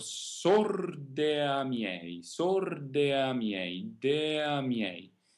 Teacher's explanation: E invece lasciare in modo molto morbido, sorde a miei, dea miei, in modo molto, molto morbido, molto naturale. Here we simply move from the E to the A in a very soft manner, without dividing them exactly, and certainly without a glottal stop, without looking for an exact place where E changes to A in a very natural manner.